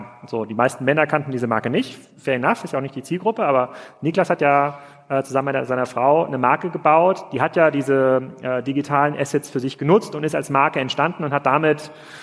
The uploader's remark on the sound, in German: live vom POL